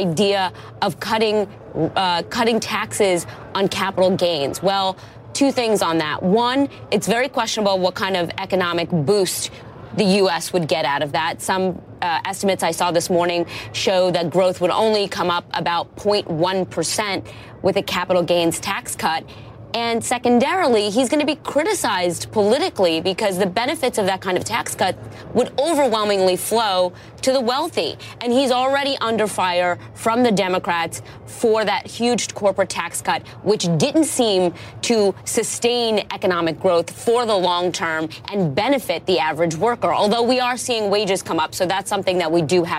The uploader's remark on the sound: live from the New York Stock Exchange